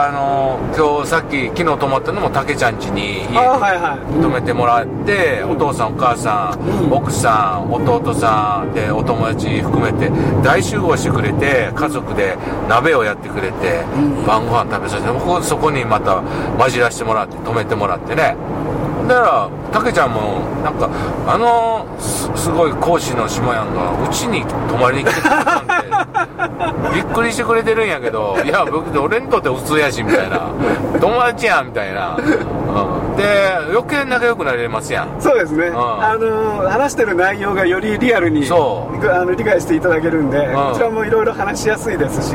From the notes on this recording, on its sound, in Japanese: 福井県へ向かう車の中でドライビング対談収録をいたしました。